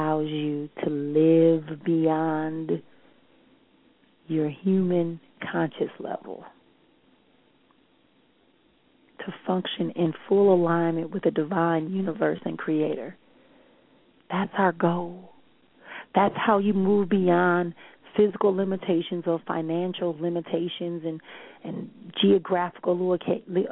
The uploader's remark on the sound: callers may call in with questions